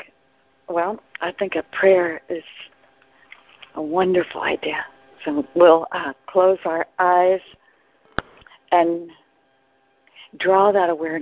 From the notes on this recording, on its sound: ACIM Daily TEXT Conference Call